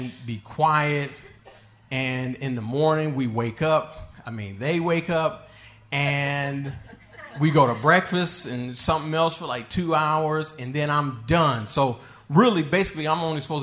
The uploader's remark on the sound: Recorded live at High Cotton Brewery in Memphis, TN.